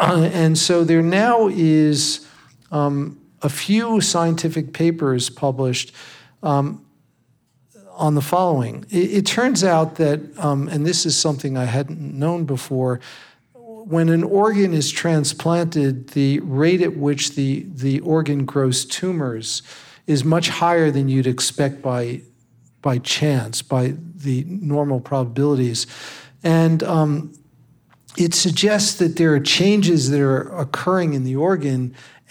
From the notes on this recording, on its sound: This live conversation was recorded at the Orange County Department of Education in Costa Mesa, California.